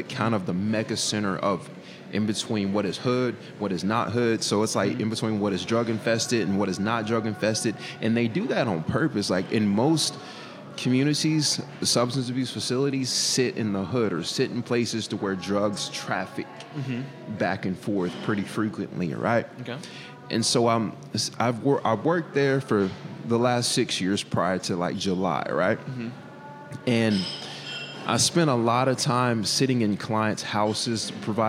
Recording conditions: busy venue